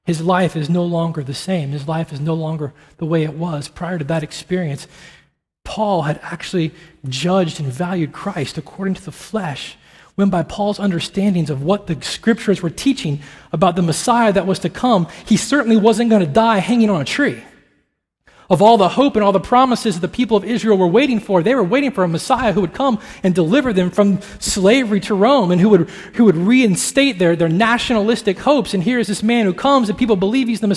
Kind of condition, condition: setting, large echoing room